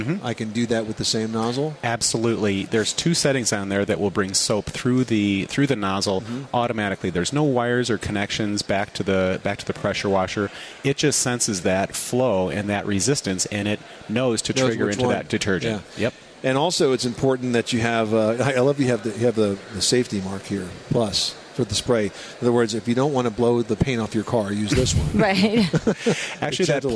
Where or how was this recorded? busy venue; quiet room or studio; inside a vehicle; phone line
busy venue